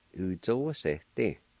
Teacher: You may not even hear the A sound pronounced.